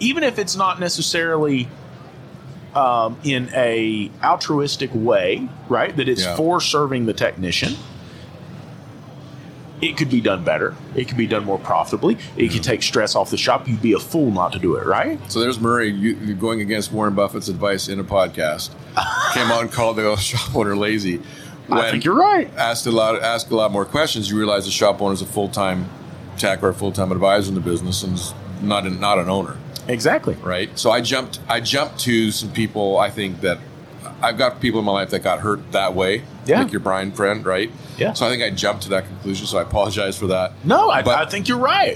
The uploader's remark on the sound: In this episode recorded live at AAPEX 2022.